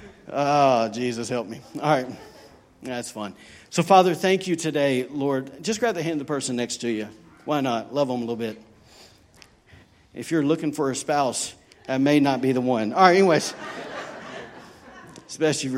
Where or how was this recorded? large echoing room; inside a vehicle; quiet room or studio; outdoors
large echoing room